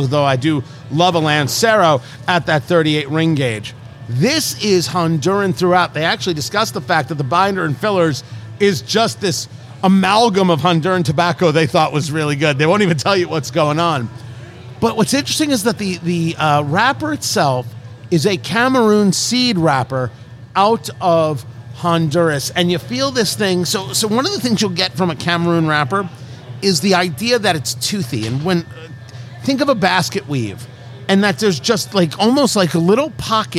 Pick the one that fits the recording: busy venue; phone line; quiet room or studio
busy venue